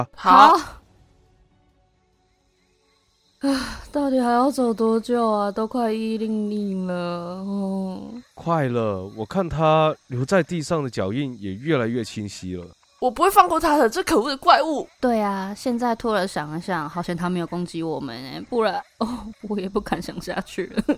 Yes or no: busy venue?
no